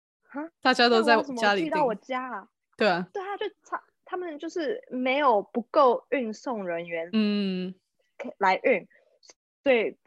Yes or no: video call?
yes